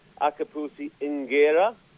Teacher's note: the Q becomes an NG sound